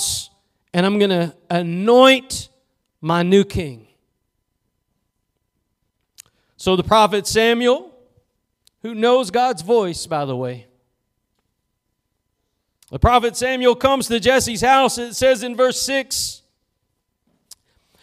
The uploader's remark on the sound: Preached at Gospel Lighthouse in Bossier City, La.